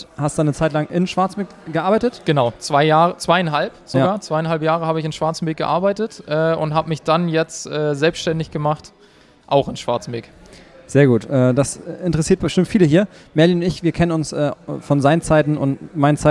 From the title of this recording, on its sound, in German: LIVE vom Partnertreffen